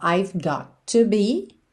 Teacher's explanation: I've got to, junta num som só.